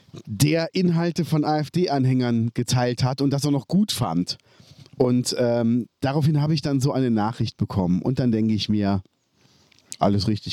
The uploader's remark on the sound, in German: wir haben uns draussen getroffen, haben wunderbar in der Sonne gesessen, aufgenommen